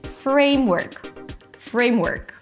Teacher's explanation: So frame is gonna be a little higher in pitch. · Term: set phrase